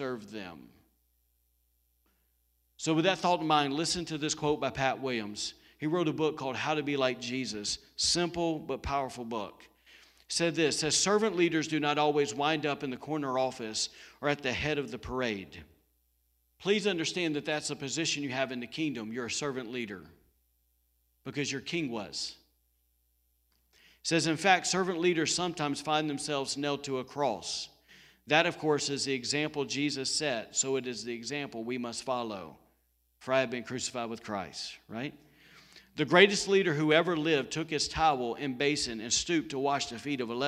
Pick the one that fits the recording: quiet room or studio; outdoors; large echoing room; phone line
large echoing room